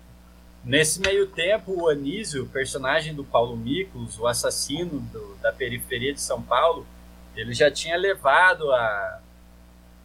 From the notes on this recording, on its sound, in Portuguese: Virtualmente, graças à pandemia de COVID-19. Tivemos alguns probleminhas com o áudio na gravação, mas, chiados e ecos à parte, está perfeitamente audível.